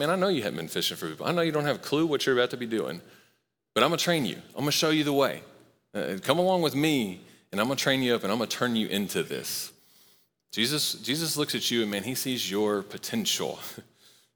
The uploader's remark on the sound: Recorded live at Long Hollow Church on June 13, 2023.